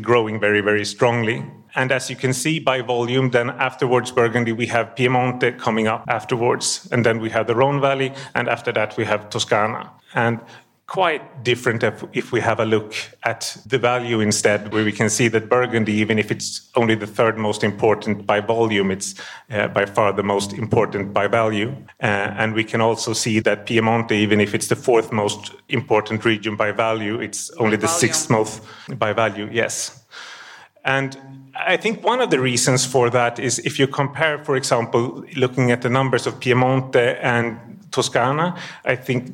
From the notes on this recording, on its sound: Wine2wine Business Forum 2023. Recorded during the Forum held in Verona in November 2023. Wine2wine Business Forum is an international wine business event, held annually in Verona, Italy since 2014.